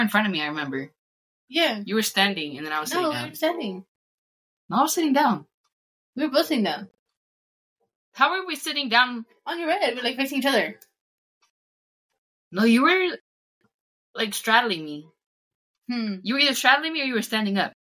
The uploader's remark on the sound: Sorry the audio is booty , I only have one mic babes.